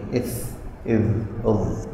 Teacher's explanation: في حروف تطلع من بين الثنايا أحرف اللثوية